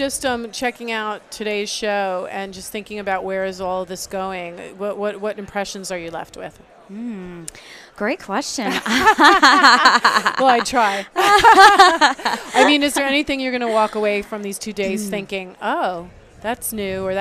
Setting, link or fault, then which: setting, busy venue